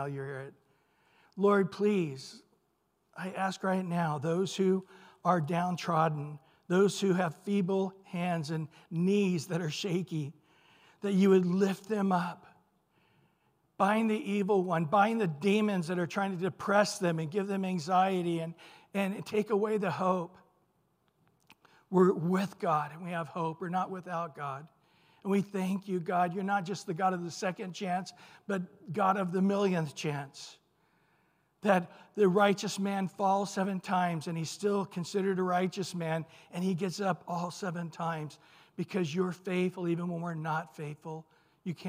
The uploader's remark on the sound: Recorded at Calvary Chapel of Los Alamitos